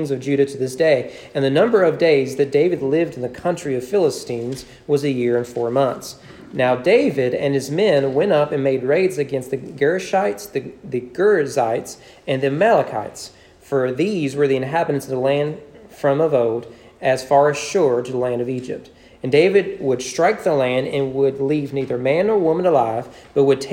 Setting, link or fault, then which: setting, large echoing room